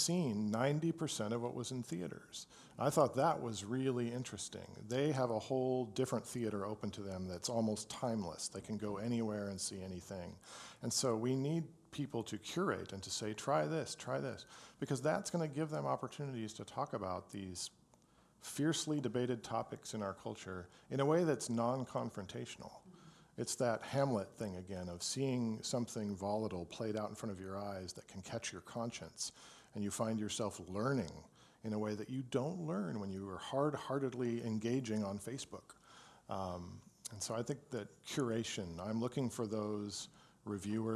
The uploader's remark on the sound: Live at Hales Ales